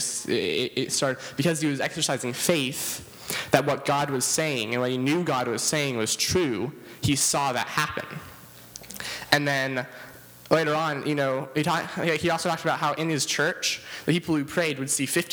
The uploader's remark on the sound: This was recorded before a live audience.